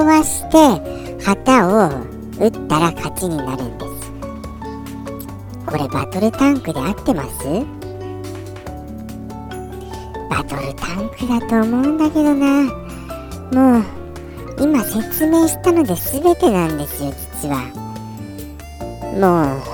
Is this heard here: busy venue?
no